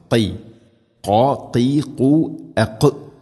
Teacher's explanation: ഖാഫ് തൊണ്ടയുടെ മുഗൾ ഭാഗം, അത് കഴിഞ്ഞ് ചെറുനാക്ക്